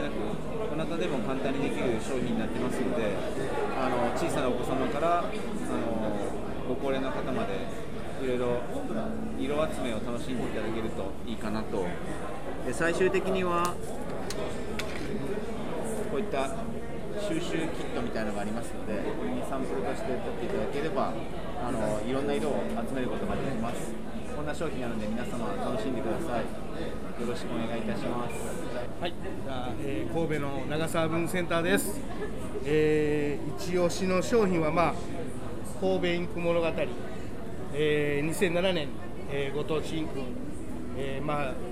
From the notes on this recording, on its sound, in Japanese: 特別編 FRAT#4会場より。東京天王洲アイルにて開催されました文房具雑貨の合同展示会FRAT#4の会場の模様をお届けします。